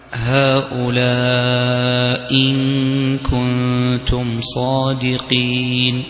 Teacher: طرح إحدى الهمزتين المتلاصقتين بحيث لا تبقى لها صورة · Term: الإسقاط